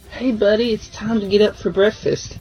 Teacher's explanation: k 的音呢做不完全爆破